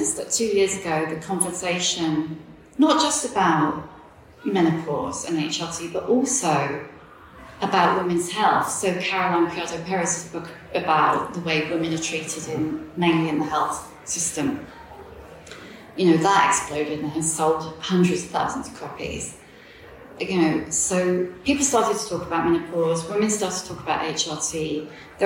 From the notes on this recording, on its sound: At Edinburgh Wellbeing Festival. It’s not the highest quality, as it was recorded in an auditorium with a live audience.